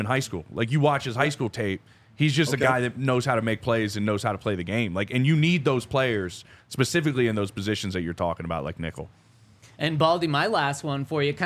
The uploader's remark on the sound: coming to you LIVE from the DNVR Bar